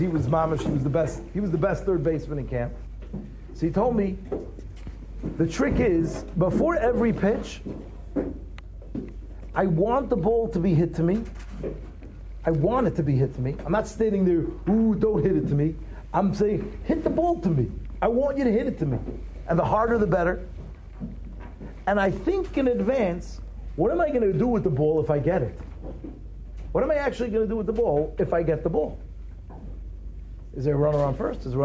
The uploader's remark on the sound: Shiur recorded in Yeshivas Ohr Reuven, Monsey, NY.